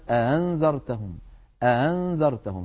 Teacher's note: وبعضهم من القبائل كان يسهل الهمزة الثانية، وهو ما سنتحدث عنه اليوم، فيقول مثلا أأنذرتهم أأنذرتهم، هذا